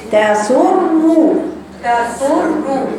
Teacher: فيها توصل بين الراء الأولى الساكنة والراء المضمومة